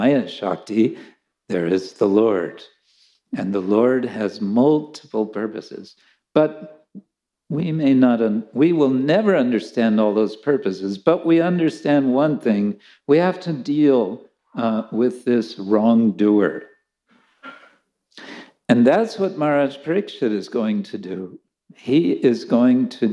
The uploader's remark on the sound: Lecture from ISKCON Chowpatty.